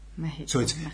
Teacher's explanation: it's more like a aspirated H sound in, in, in Mexico